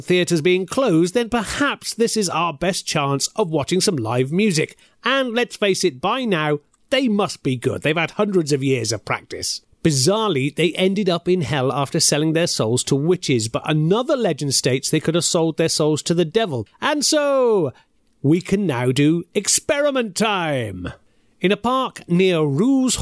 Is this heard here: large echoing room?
no